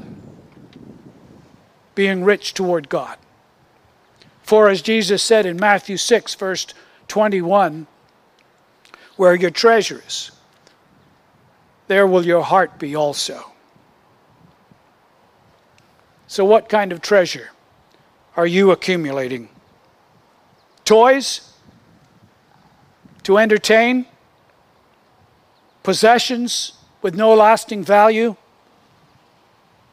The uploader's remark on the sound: Originally recorded outdoors